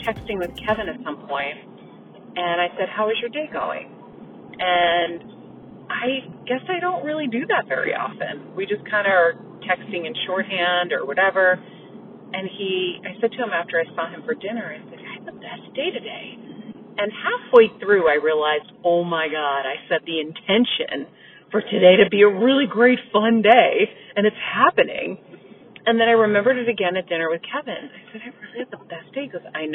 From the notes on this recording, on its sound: Coming LIVE from her car